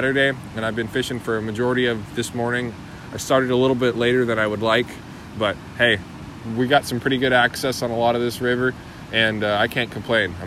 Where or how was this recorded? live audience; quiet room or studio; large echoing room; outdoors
outdoors